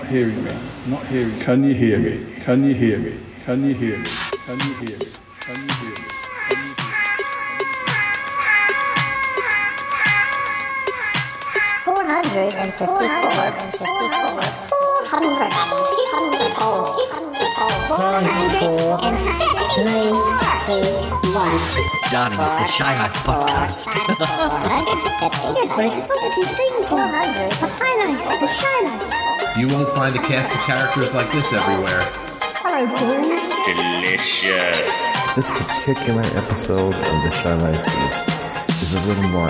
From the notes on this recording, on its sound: PRIDE48 LIVE STREAMING EVENT 2021. Aside from the technical issues. Was recorded LIVE in Salisbury, UK.